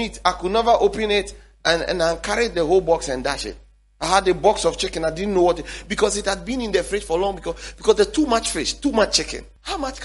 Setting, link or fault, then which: setting, large echoing room